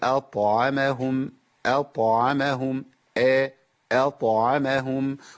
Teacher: الذي أطعمهم تفخيم الهمزة أو ضعف الطاء. الطاء هنا ساكنة بعد فتح تبقى في مرتبة متوسطة من التفخيم